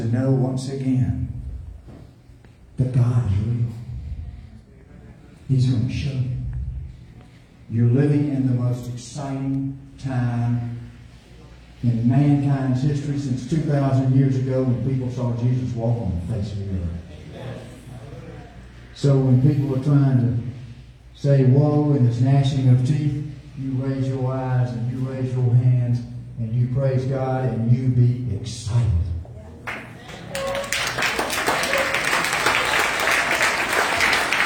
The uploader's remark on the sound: LIVE from Tulsa